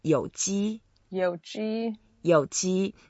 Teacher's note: You went down first and then up later. · Term: third tone